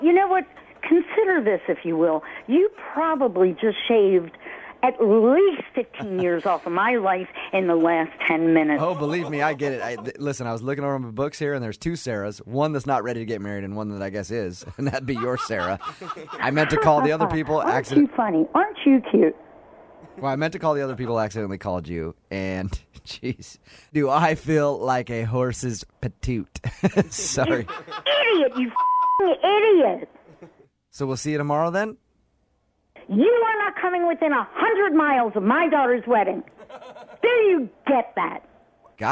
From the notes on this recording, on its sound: Phone Tap